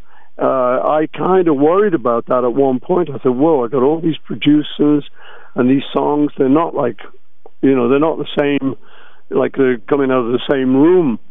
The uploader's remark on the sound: On The Phone